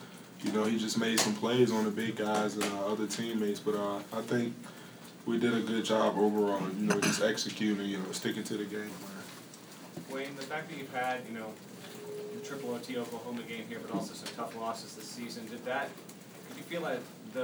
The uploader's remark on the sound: Press Conferences & Post-Game Interviews. At Allen Fieldhouse.